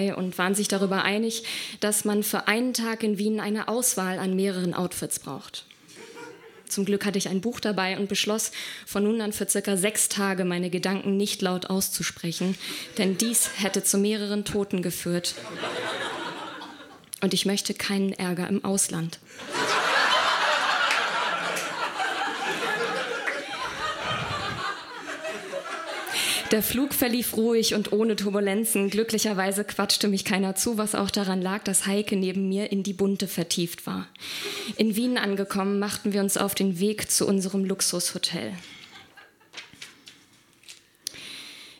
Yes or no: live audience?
yes